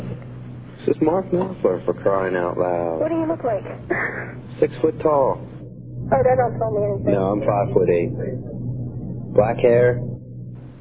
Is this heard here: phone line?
yes